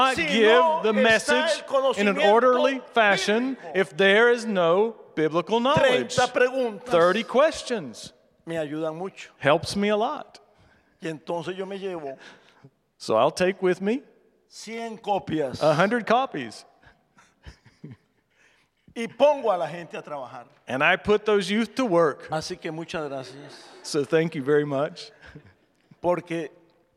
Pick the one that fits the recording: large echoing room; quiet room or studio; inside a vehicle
large echoing room